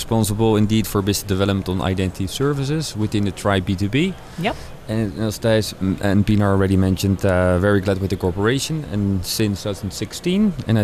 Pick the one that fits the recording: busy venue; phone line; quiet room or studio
busy venue